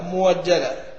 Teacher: فإن كان مفتوحا بعد ضم النحو مؤجلا وفؤادك فتخفيفه بالإبدال واوا